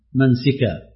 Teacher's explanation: قرأ حمزة والكسائي لفظ منسكا بكسر السين منسكا، والباقون بالفتح.